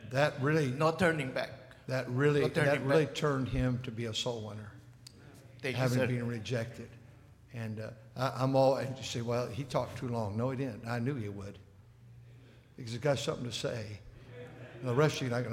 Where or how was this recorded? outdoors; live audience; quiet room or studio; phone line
live audience